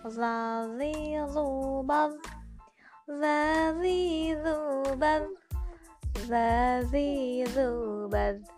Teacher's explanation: Kita lanjut ke huruf dhafadha yang tepat keluarnya ada di ujung lidah bertemu dengan gigi seri bagian atas